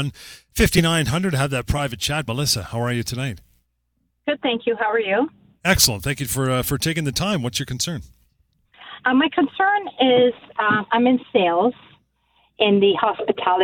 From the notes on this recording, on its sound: your phone calls